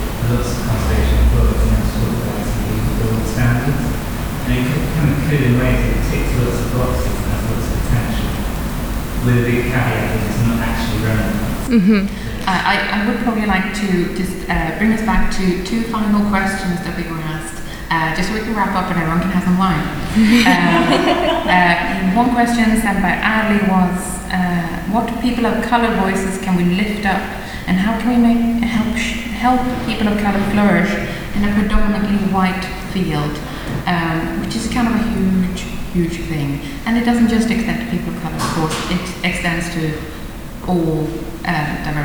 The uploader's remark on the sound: This special bonus episode features a live recording from the discussion panel we took part of as part of ICON’s annual meeting in November 2018.